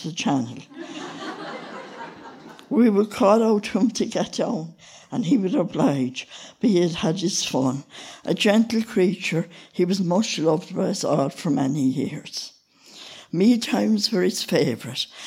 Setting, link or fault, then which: setting, live audience